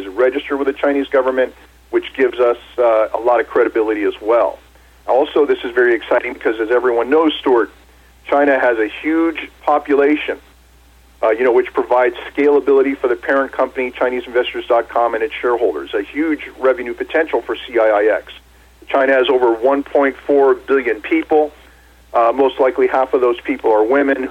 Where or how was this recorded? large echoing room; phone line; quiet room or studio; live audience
phone line